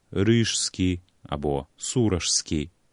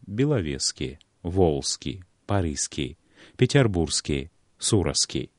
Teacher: На стыку кораня і суфікса застаецца толькі адзін гук «с». · Shown in: second take